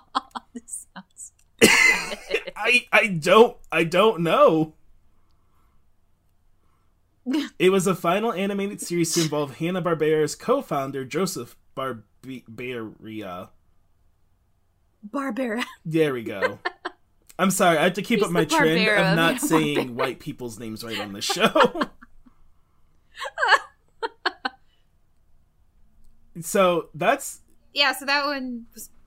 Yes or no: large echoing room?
no